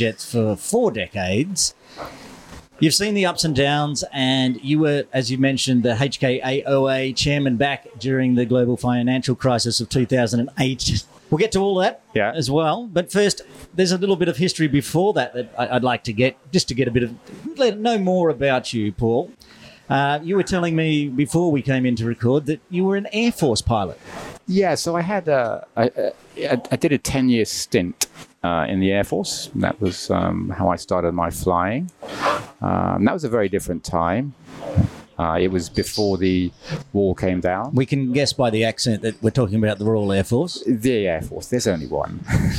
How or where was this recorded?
busy venue